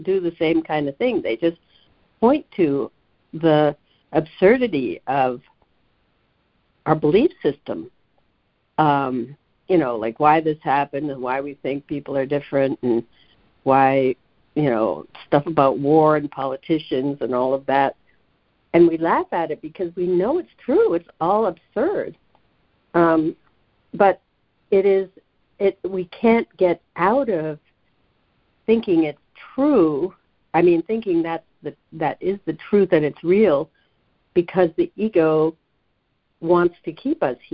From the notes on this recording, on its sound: ACIM Daily Conference Call.